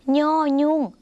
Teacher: ย่อยุ่งเสียงขึ้นจมูกค่ะออกเสียงเหมือนในภาคอีสานและในภาคเหนือของไทย